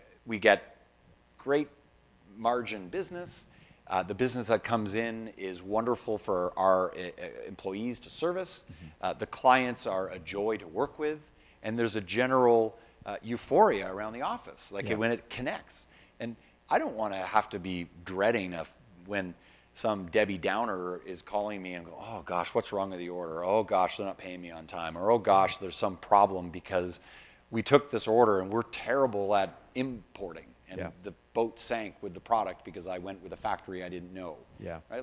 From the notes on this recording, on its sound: This special edition of skucast was recorded live at The PPAI Expo.